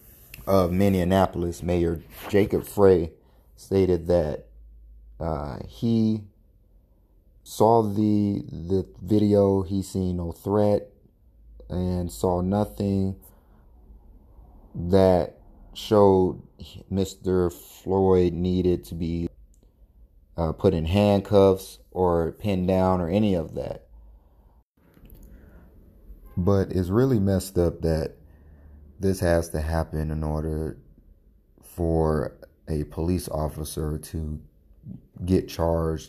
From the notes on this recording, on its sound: Had to record on my phone for this one along with allergies what a day.